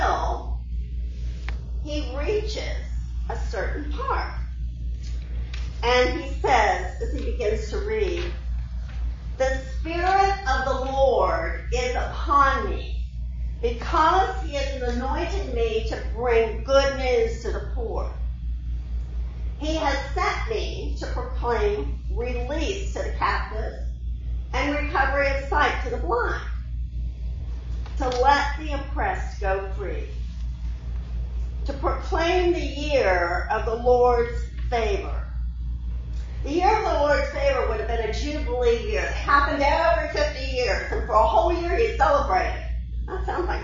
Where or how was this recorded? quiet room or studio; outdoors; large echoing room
large echoing room